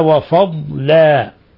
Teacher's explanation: لاحظ أن الضاد لا تقلقل، لا تقول وفضلا، ولاحظ أن اللام مرققة بعدها، وفضلا لا تقول وفضلا وإنما وفضلا.